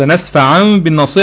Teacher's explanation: في حاله الوصل لنسفع بالناصيه هتبقى قلب